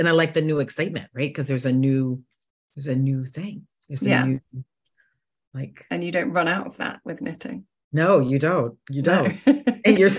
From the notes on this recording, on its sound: This interview was one of several online sessions recorded during the Knitathon